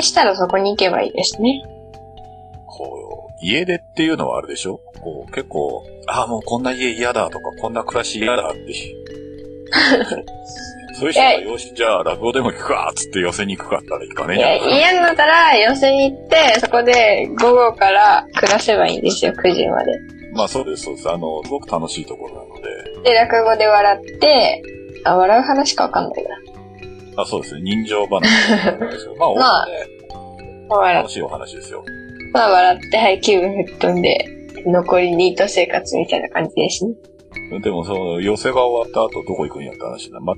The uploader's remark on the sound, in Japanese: 闇スタッフの失敗で普段と違う録音の仕方をしてしまい、音声が汚い